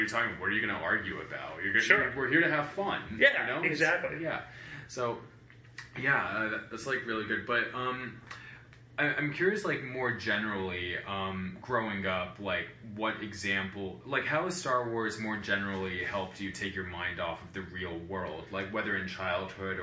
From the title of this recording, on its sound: Live from Star Wars Celebration